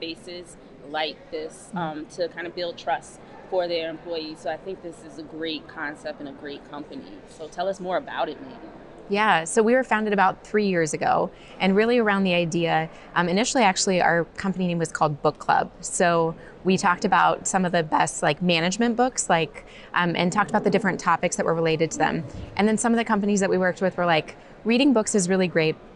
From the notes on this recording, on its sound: The team talks to DEIB professionals at the From Day One Conference 2023.